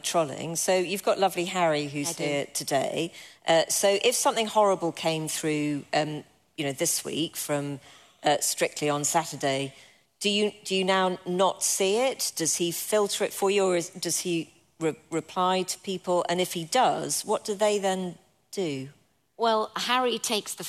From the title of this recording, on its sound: LIVE at Cheltenham Literature Festival